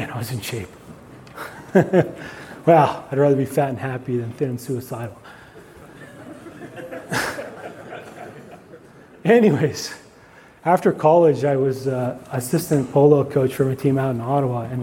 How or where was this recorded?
live audience